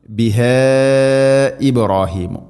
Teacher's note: മദ്ദിൻ്റെ അക്ഷരമായ അലിഫിന് ശേഷം ഹംസ അടുത്ത പദത്തിലാണ്, നാലോ അഞ്ചോ ഹർക്കത്തിൻ്റെ ഖദറിൽ നീട്ടാവുന്ന മദ്ദ്. ബിഹ ഇബ്രാഹീമു, മദ്ദ് മുൻഫസിലാണത്.